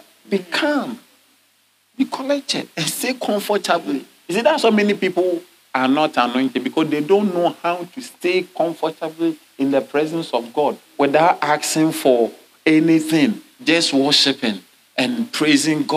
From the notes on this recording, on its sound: At LCI Mega-Church in Cape Town, South Africa.